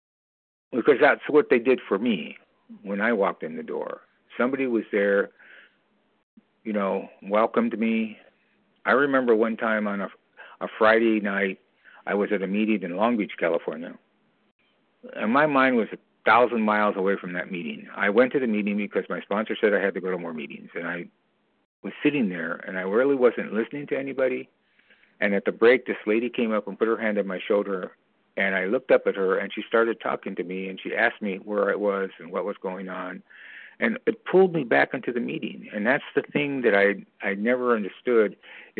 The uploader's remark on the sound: From the 100 Pounders Phone Meeting.